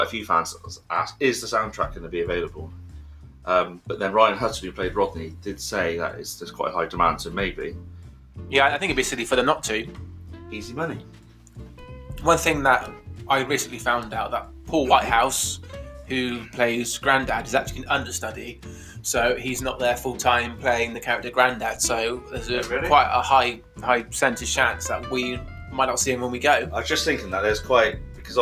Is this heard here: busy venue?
no